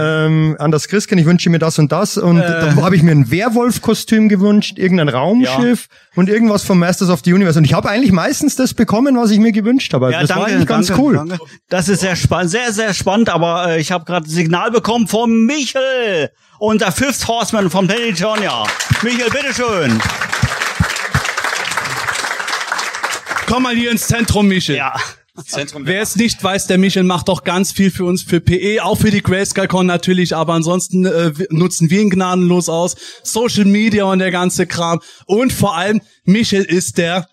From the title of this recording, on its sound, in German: LIVE auf der Grayskull Con 2023